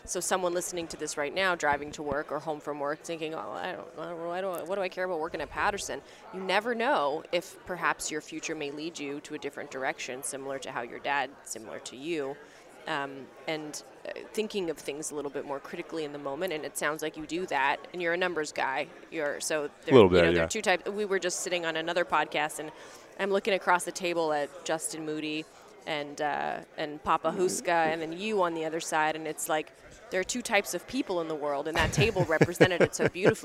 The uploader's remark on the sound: at the Voices of Dentistry Conference